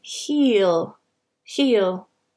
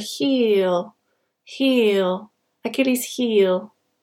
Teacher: you need to start off with the E sound and make it kind of long and it drops at the end